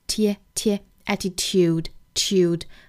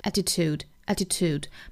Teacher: 单词内部英音有加耶的这个情况，美音呢是没有的